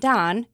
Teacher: It's essentially making the words simpler for our mouths. Instead of rounding out ow and down, it takes your lips less time to form the sound ah. Compare down and don. · Term: monophthongization